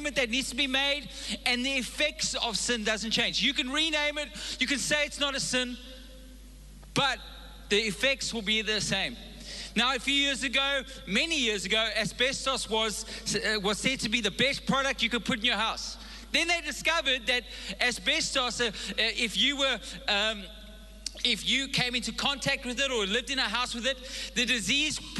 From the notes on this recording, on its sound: Recorded live on Sunday the 15th April 2022